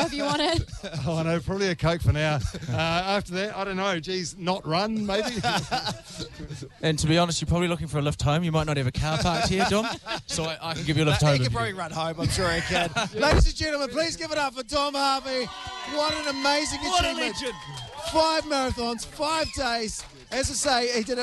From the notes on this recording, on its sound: JBS are live at the finish